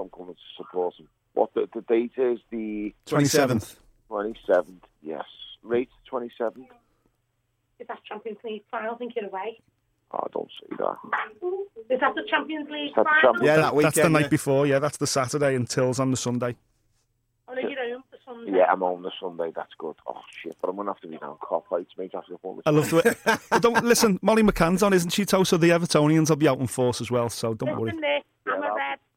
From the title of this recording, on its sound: A PHONE CALL